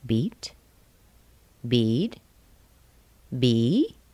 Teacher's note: if I want to ask a question, I would say beat, bead, bee. The glide would go up.